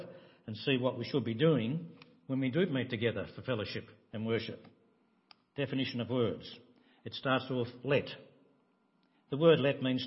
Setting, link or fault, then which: setting, large echoing room